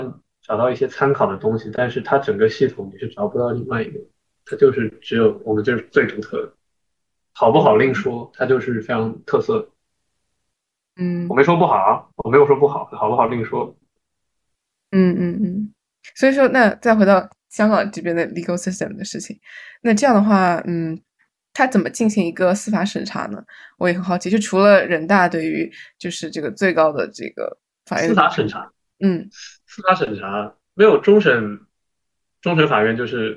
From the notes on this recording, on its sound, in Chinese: 本期节目为线上录制。